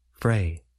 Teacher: We generally place stress on the first part of the word, fray.